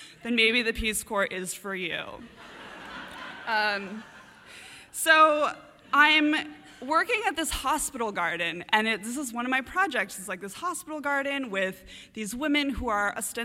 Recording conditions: live audience